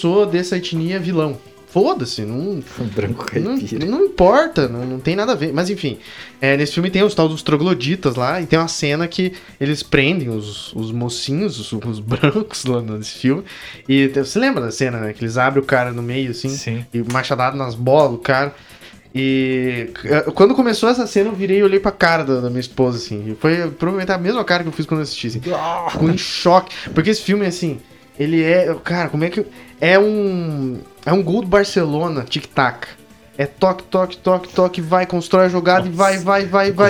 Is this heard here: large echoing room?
no